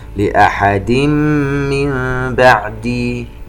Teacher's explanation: التنوين وبعده حرف الميم إدغام بغنة